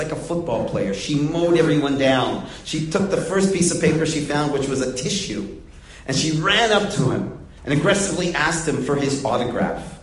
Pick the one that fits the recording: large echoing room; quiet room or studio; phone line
large echoing room